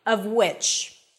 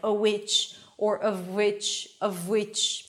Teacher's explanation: Notice in particular words that have both W and Vs together, and even more specifically, Vs and Ws connected, like of which, right? When you need to shift from the V to the W, of which, this is where it blends in, and then you usually drop one sound, like a which, or of which, right? · Term: merging the two sounds